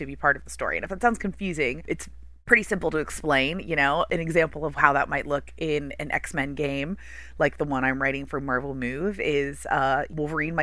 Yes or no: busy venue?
no